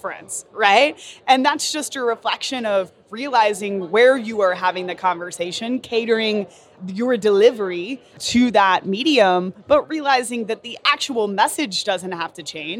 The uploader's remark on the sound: Live from Traffic & Conversion Summit 2018. The experts answer questions from Traffic & Conversion Summit attendees, live from the Summit!